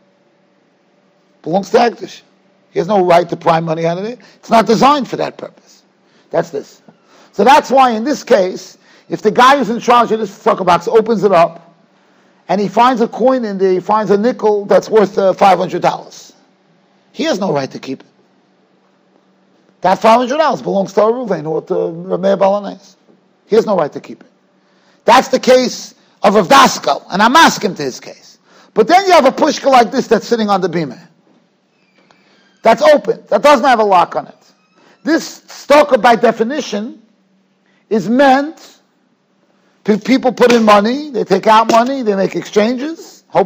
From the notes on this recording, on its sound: Shiur recorded in Yeshivas Ohr Reuven, Monsey, NY.